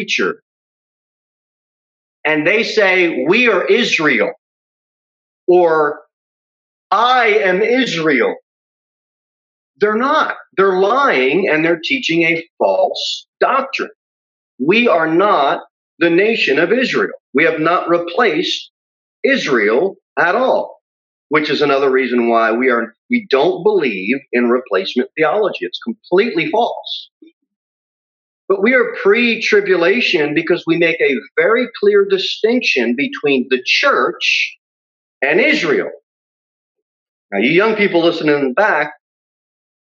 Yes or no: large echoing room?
yes